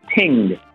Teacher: alcune varietà afroamericane pronunciano la TH come T, quindi una parola come thing abbiamo thing, la T.